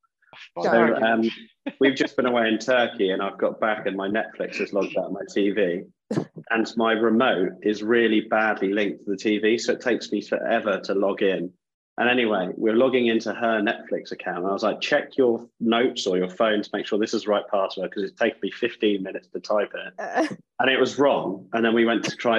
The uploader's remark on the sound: Sat in the hot seat at Property Jam Towers (or their own houses because we record on Zoom!!).